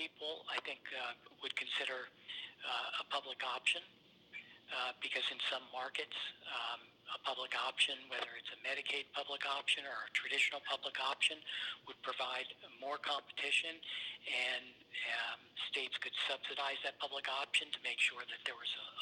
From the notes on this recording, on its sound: spoke on the phone